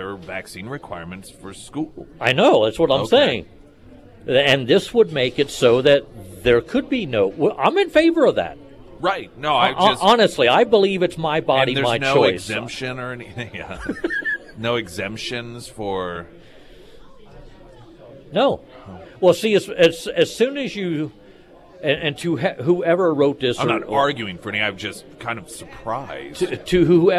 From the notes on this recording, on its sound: live at Scramblers Diner